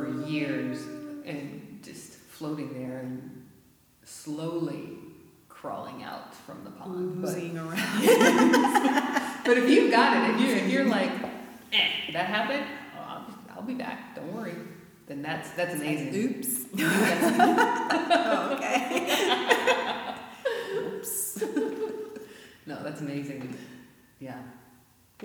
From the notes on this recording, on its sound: The recording of the monthly Women's Circle live gathering.